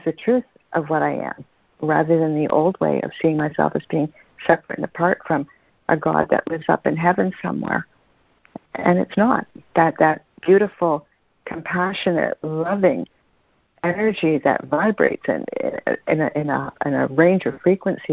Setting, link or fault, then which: link, phone line